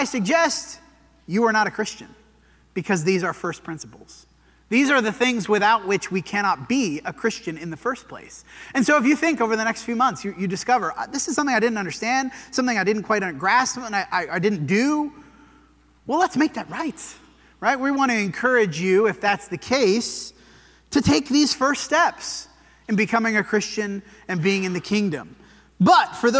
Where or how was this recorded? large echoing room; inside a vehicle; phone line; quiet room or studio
large echoing room